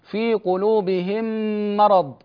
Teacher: فالميم الساكنة تدغم في الميم المتحركة بعدها في مثل قوله سبحانه: في قلوبهم مرض، هكذا ننطق بميم واحدة مشددة · Term: إدغام المتماثلين الصغير